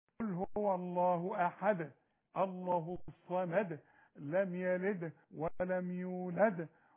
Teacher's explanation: تضرب لسانك في حلق بوقك وتنزله على طول تحصل قلقلة الدال